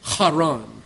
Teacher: That's that guttural H that you have to stand back when you say Haran.